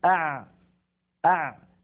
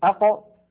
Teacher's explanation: الحروف الخمسة التي المجموعة في لن عمر وهي الحروف بين الرخوة والشديدة زمنها فيه جريان، ولكن هذا الجريان ضئيل. فلما أقول أع زمن أع أطول من زمن أق، وأقصر من زمن أش أه أف